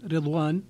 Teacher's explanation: فيها ضم الراء الراء لشعبة فقط